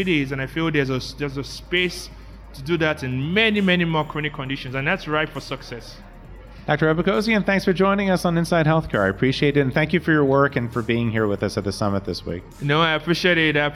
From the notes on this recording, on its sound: We're recording live interviews this week from NCQA’s first annual Health Innovation Summit , hosted this year at the Marriott Marquis hotel in Washington, DC. We're recording live interviews this week from NCQA’s first annual Health Innovation Summit , hosted this year at the Marriott Marquis hotel in Washington, DC.